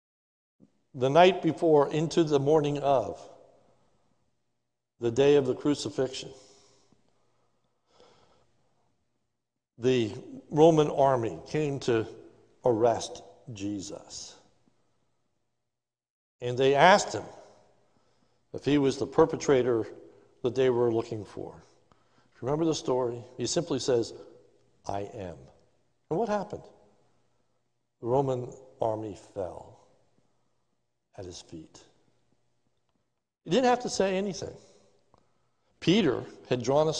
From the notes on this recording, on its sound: This is a sermon recorded live at the Lebanon Bible Fellowship Church on 12/13/2020 during the morning service